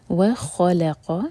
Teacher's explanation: خا ہیوی، لام لائٹ، قاف ہیوی، آگے قاف کو ہم لام سے جوڑیں گے، و خل